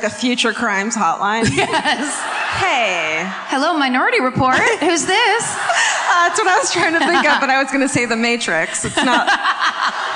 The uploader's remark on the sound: Live At The Majestic Theatre in Dallas